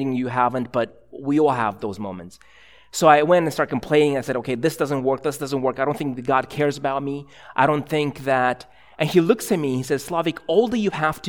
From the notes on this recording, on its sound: a sermon preached at ILOE Church in Bellevue, WA